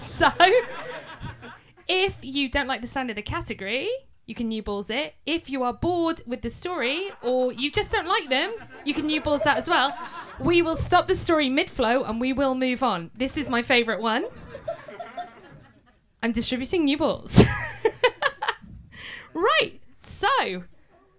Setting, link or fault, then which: setting, live audience